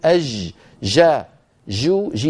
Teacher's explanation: نحن في العامية نقول أج جا جو جي، فننطقها رخوة من بدايتها